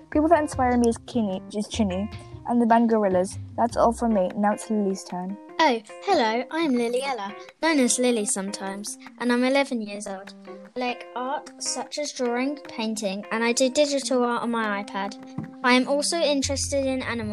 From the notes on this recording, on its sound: The audio is glitchy but you didn’t miss anything important.